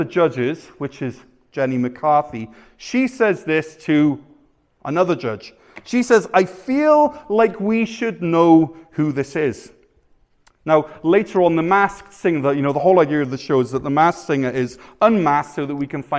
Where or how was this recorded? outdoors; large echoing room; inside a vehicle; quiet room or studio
large echoing room